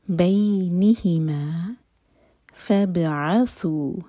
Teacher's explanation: بینہما فبعثوا، فا کو با سے جوڑیں گے، با پر سکون ہے تو با پر قلقلہ ہوگا، یعنی کہ ہم با کی آواز کو باؤنس کریں گے